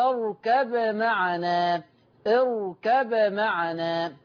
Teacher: وعلى ورش عن نافع يظهر الباء، وعند إظهار الباء يقلقل